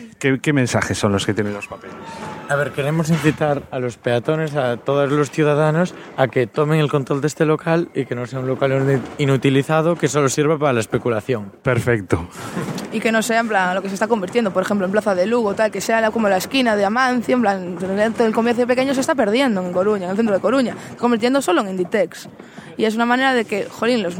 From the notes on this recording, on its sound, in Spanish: También estuvimos en la fiesta que celebraron